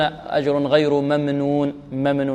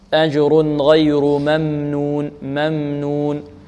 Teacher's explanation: نعطي الميم قدرها من التوسط · Shown in: second take